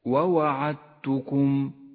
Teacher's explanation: المثال التالي على الإدغام المتجانس في كلمة ووعدتكم. الإدغام المتجانس بين حرف الدال وحرف التاء لاشتراكهما في المخرج واختلافهما ببعض الصفات، تسقط الدال من اللفظ ولذلك هي رمادية اللون، وأما التاء التي بعدها فتشدد، هكذا ووعدتكم.